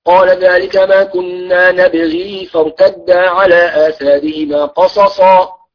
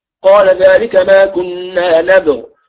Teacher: نافع يثبت الياء وصلا لا وقفا ولكنها في الرسم محذوفة.